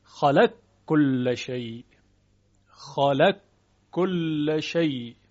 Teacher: مورد دیگر ادغام قاف در کاف، البته قاف متحرک